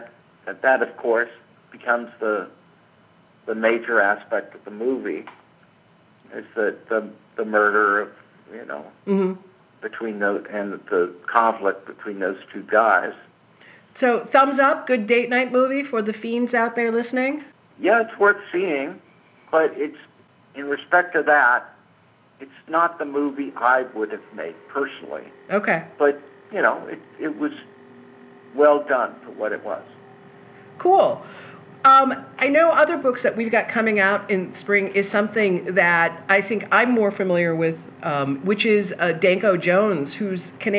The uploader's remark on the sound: recorded this phone conversation in February of 2018